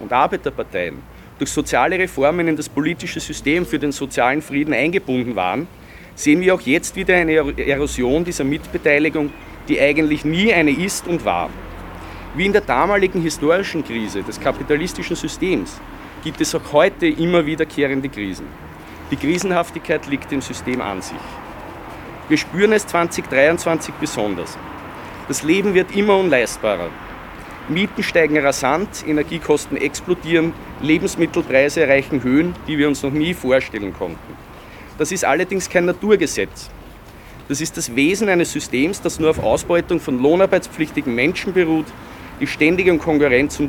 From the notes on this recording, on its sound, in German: Beim Goethehof in Wien 22. Unbearbeitete Aufnahme der Kundgebung. Rund 80 Personen beteiligten sich vor dem Goethehof in Wien-Kaisermühlen an der heurigen Kundgebung von Rassismusfreies Transdanubien.